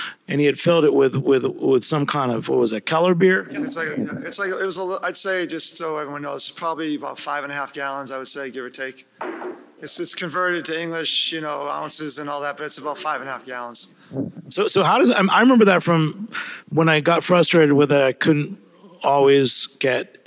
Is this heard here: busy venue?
yes